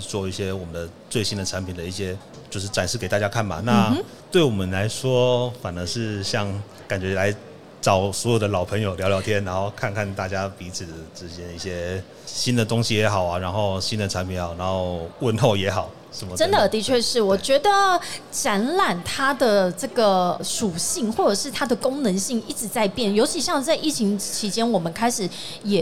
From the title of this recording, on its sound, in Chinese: 2022 Taipei Cycle台北國際自行車展-Live Podcast